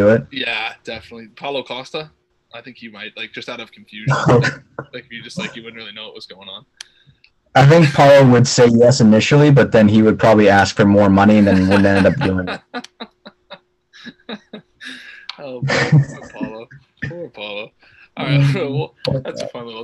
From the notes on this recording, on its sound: Unfortunately it was shortened due to technical difficulties but we will be doing away with zoom after this week!!